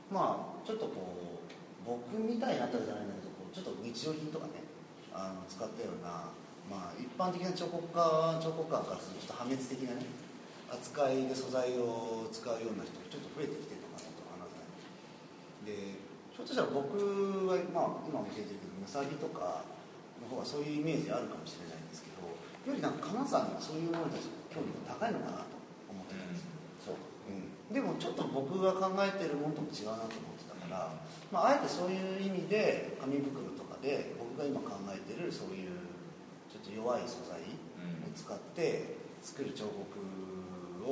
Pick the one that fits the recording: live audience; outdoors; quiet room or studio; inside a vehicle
live audience